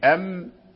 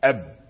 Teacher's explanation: من الشفتين فمخرجهما واحد الباء والميم يخرجان من الشفتين أم أب إلا أن الميم ضعيفة الميم ضعيفة والباء شديدة لأنها من حروف شدة وهي أقوى من الميم الباء أقوى من الميم لأن فيها قوة والميم فيها يعني ضعف